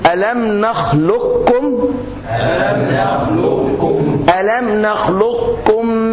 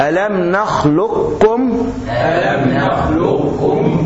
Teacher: انسى القاف خالص واقراها كاف مشدده · Shown in: first take · Term: ادغام كامل